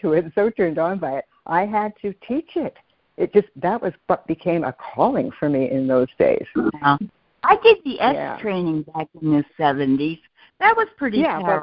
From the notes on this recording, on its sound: A Course in Miracles [ACIM] Students are joining together on a Free Conference Call.